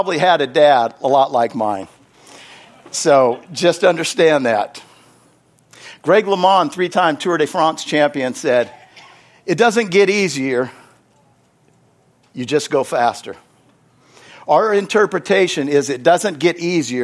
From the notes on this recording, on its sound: Is from the Wednesday service on August 30, 2023 at Harvest Bible Church in Stockton, California.